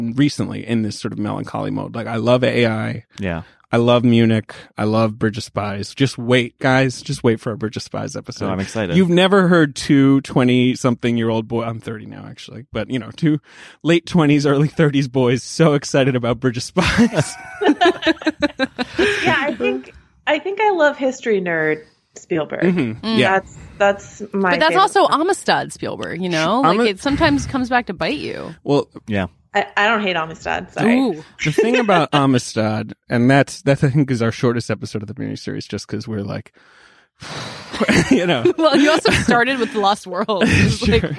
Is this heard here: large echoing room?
no